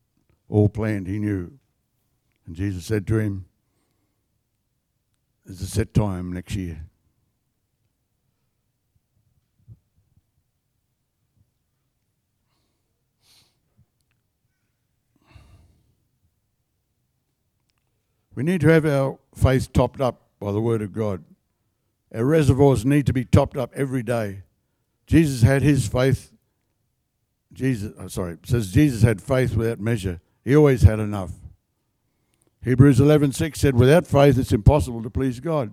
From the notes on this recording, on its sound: The live stream of Destiny Church Atherton